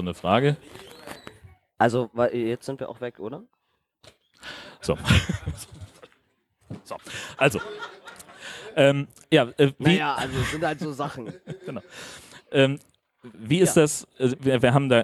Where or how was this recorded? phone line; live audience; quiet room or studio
live audience